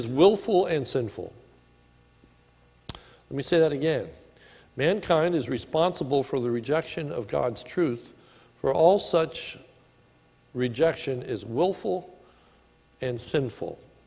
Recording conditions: large echoing room